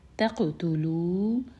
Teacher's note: قاف پر سکون ہے، قاف پر ہم باؤنس کریں گے، خلخلا کریں گے